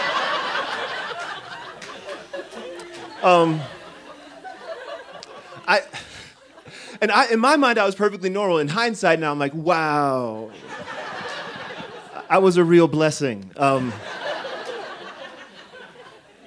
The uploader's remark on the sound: This story was recorded live on 18 October 2017 at Buntport Theater in Denver, Colorado.